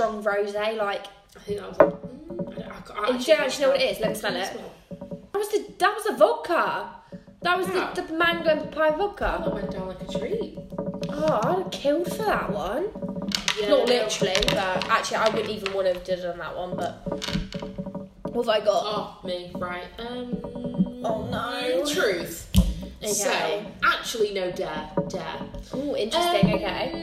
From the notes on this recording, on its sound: apologies for the background noise